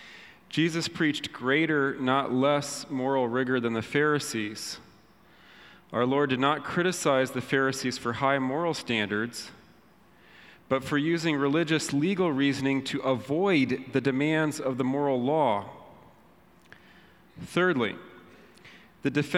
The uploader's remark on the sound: Panel Discussion addressing the Synod on the Family. The Panel also took several questions from the audience.